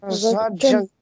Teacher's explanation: это уже не дже, которая звонкая, это дж приглушенная, которая нам дает ч, вот этот звук.